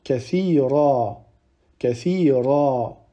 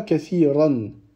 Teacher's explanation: On ne prononce pas tenwin si on s'arrête sur ce mot-là. Mais plutôt, on va prononcer une fatha qu'on va allonger. · Shown in: first take · Term: al-iwad